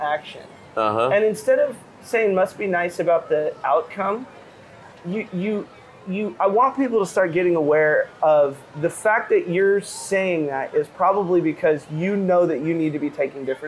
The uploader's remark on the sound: This time we recorded our episode from the balcony